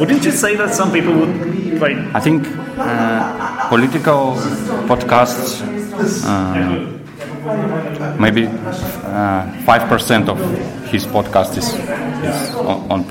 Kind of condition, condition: setting, live audience